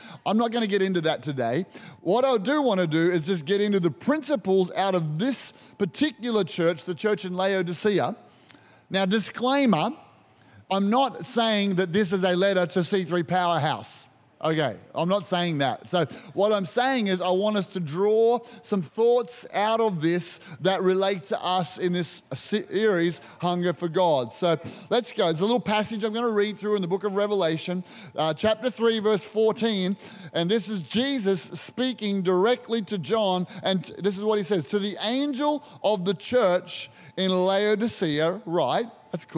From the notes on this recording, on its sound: Recorded during our 9am service on Sunday, the 23rd of July 2023.